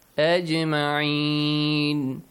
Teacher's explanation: The letter jim is sakin. That's why you have to produce an echoing sound. Ajma'een. Qalqala.